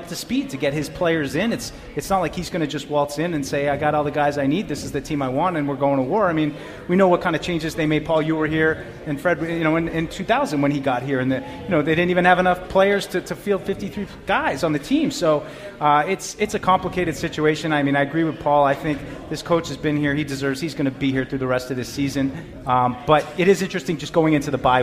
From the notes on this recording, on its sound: Live from Patriots Haus in Germany. Broadcast direct from the Patriots Haus in Frankfurt, Germany for a special live broadcast.